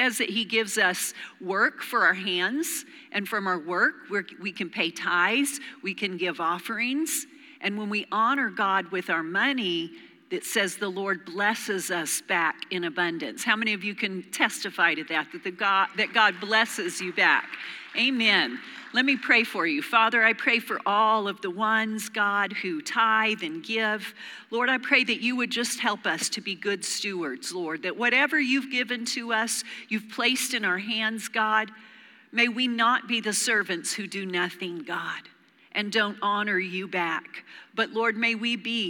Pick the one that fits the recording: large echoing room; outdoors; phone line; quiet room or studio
large echoing room